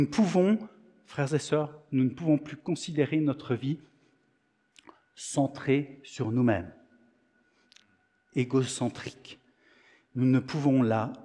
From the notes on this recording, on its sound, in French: Enregistré à l'église CVV, le 17/09/2023